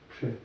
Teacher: Украинцы и белорусы произносят «че». «Че», твердо.